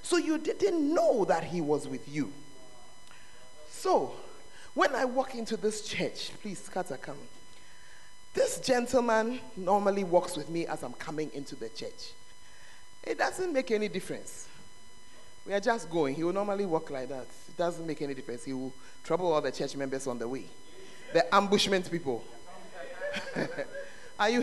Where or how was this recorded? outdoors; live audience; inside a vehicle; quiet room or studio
live audience